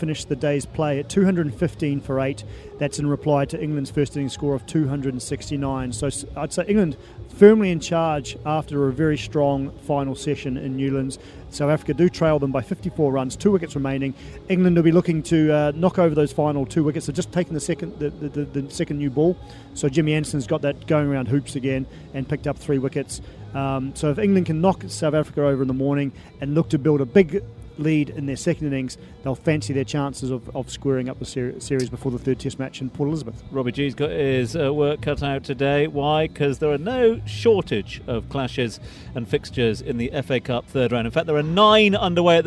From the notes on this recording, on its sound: From the rooftop garden of Barasti